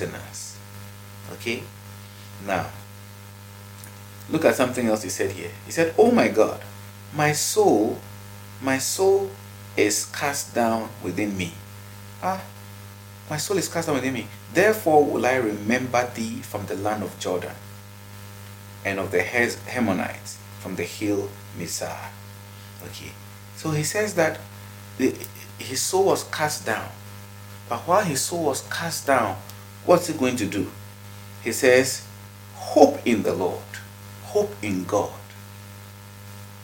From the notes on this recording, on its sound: Kindly pardon the background noise.